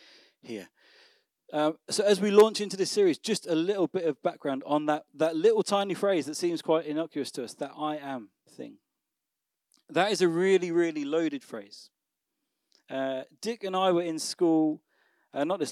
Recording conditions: large echoing room